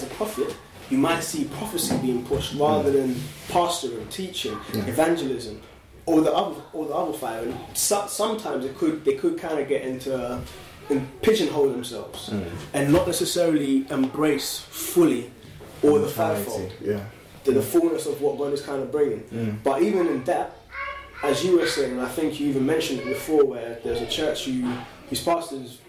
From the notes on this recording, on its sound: It was from way back so the quality of the audio might not be as good as it is now.